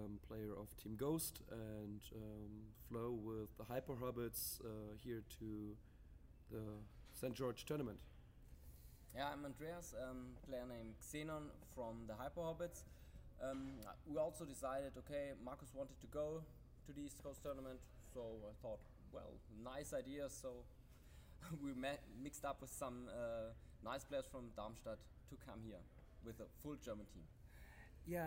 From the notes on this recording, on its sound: On location at West Coast Tournament in St. George Utah.